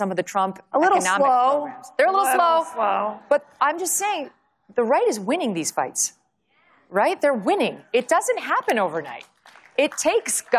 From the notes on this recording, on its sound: session at her first CPAC conference